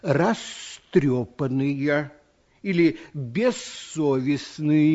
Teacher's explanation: А глухие согласные любят, чтобы перед ними стояли глухие звуки. Звук «з» в любой приставке, как только оказывается по соседству с глухим звуком, сам начинает звучать глухо и превращается в звук «с». Получается, глухой сосед его оглушает.